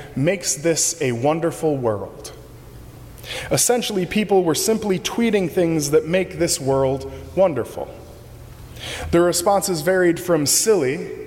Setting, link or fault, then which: setting, large echoing room